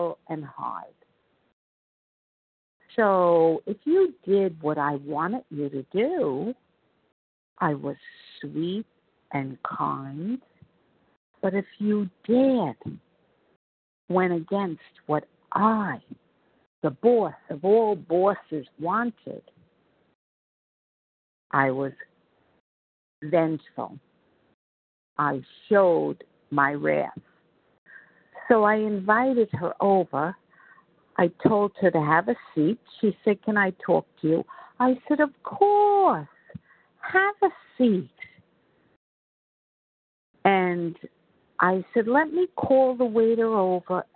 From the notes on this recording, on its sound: 100 Pounders Phone Meeting, 8/18/23.